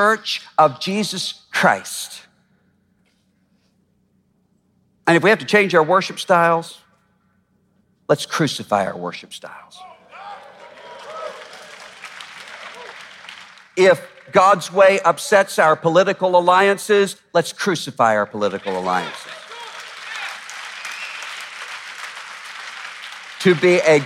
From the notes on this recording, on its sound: At our historic MLK50 Conference. Addressed the crowd in a passionate message.